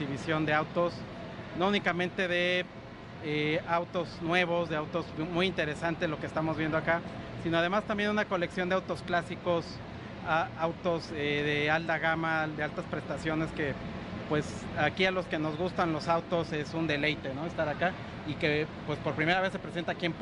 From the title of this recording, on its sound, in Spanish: En vivo desde el Auto Show Imagen Puebla 2023